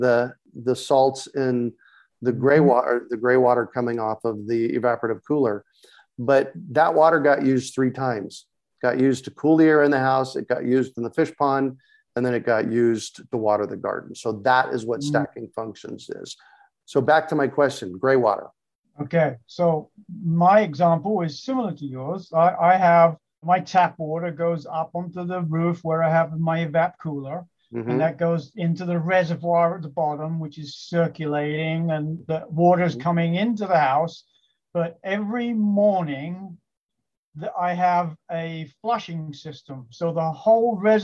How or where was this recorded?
video call